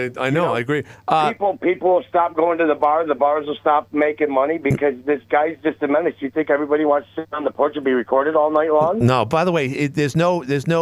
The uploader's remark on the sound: called in to defend himself